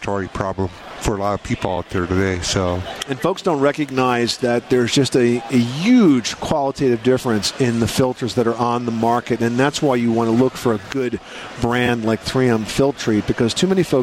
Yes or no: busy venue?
yes